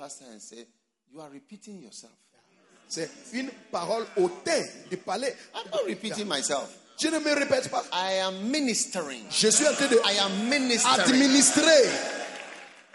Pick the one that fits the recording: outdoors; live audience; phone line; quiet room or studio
live audience